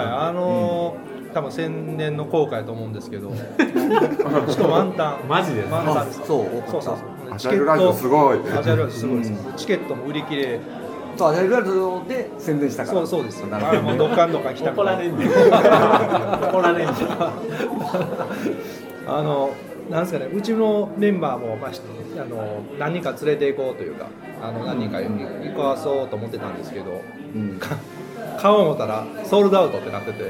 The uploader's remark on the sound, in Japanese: 今回の収録は スターバックス新大阪ニッセイビル店 をお借りしました。今回の収録は スターバックス新大阪ニッセイビル店 をお借りしました。ちょっと店内の音楽が大きめだったので聴きづらいかも知れませんがご了承ください。